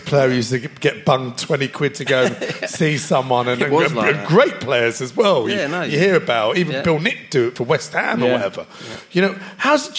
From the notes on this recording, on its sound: On tonight's Christmas show live from Dingwalls Camden. Recorded that night in the presence of 200 members of our Spurs Show family.